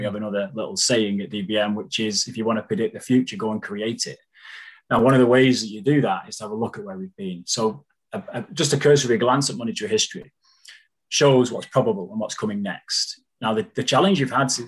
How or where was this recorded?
video call